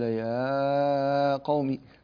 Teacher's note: مد طبيعي، يعني كل القراء يمدونه بمقدار حركتين